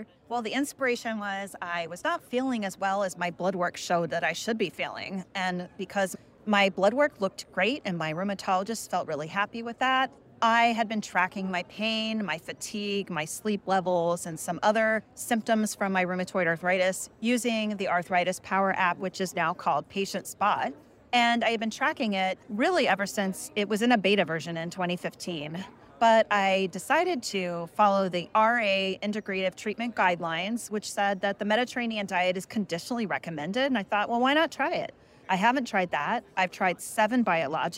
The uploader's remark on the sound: live at the American College of Rheumatology (ACR) 2023 Convergence